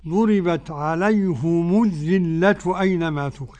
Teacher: وقرأ حمزة والكسائي وخلف العاشر ويعقوب بضم الهاء والميم